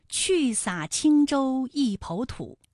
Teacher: 你知道哪个字是后鼻音吗？答案呢，就是青字